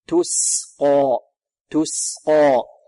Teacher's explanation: يحذر الطالب من تفخيم السين، ربما تصير صادا لمجاورتها القاف، يقول تسقى تسقى، لا تس تسقى تسقى، والقاف مفخمة بارك الله فيكم، والألف بعد القاف بمقدار حركتين